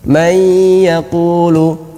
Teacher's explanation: Panjangnya adalah dua harokat gunnahnya tersebut. · Gunnahnya masih tersisa, masih ada dengungnya. Kalau may yaqulu itu diidghamkan secara kamil. · Term: idgham naqis